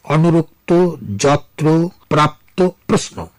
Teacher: এমন ক্ষেত্রে উচ্চারণের সাধারণ নিয়ম হল শব্দের শেষে যুক্ত ব্যঞ্জন থাকলে শব্দ শেষের অয়ের উচ্চারণ ওকারের মতো হয়